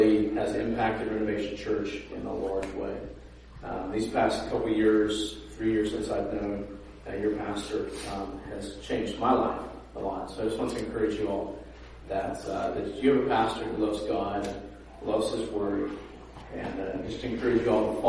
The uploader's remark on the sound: preached at a sister church of ours in Dayton, Refuge City Church